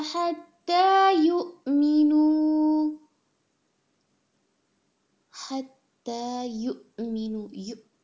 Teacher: یہ جو حمزہ پر جھٹکا ہے یہ ایک بہت کلیئر ساؤنڈ ہے اور اس کے ساتھ ساتھ بہت مضبوط ساؤنڈ ہے، یعنی اس کو لوزلی نہیں، يؤمنوا ایسے نہیں ادا کرنا، يؤمنوا يؤمنوا it has some weight with in it.